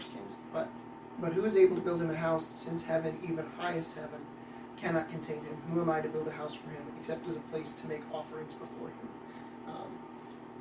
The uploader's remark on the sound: (Please excuse the lesser quality audio on John 1 - 9).